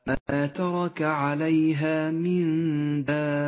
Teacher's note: المد اللازم الكلمي المثقل في قوله تعالى ما ترك عليها من دابة، يمد ست حركات لزوما